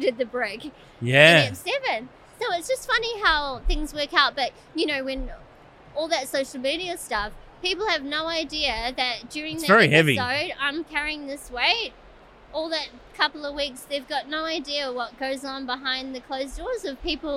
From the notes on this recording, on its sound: Filming live on location at Brickvention 2023.